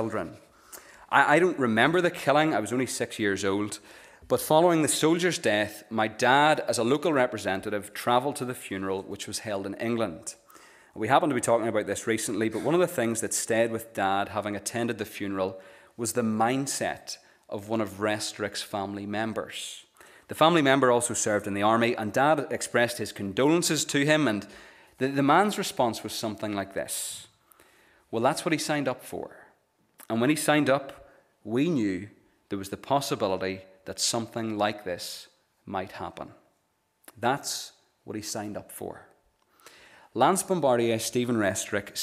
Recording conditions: large echoing room